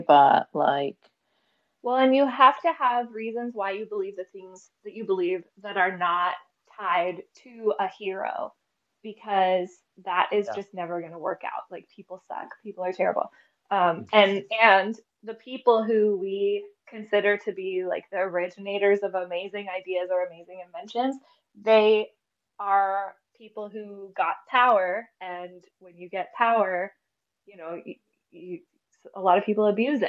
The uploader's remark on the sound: This is a live event, on a broken hellsite, so pls excuse the sound quality not being to usual podcast standards.